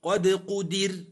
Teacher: الراء سكنت لأجل الوقف وقبلها كسر ترقق